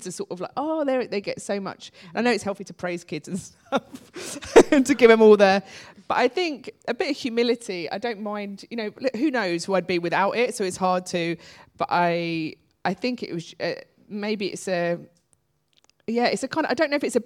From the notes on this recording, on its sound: In Regent St Cinema. A packed audience.